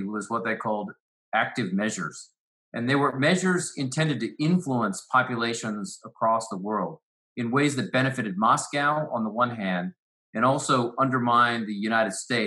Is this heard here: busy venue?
no